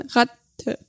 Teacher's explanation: ich mache quasi den Verschluss, mache ich zuerst, aber ich löse ihn nicht direkt, sondern ich lasse ein bisschen, es klingt ein bisschen, eine ganz kurze Pause wäre im Wort. · Term: Doppel-T